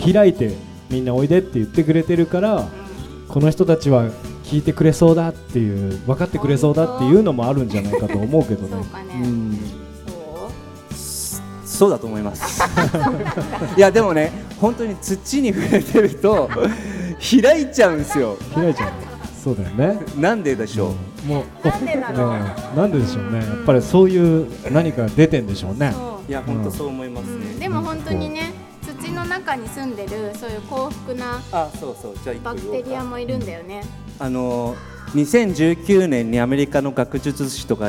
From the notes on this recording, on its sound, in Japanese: 公開収録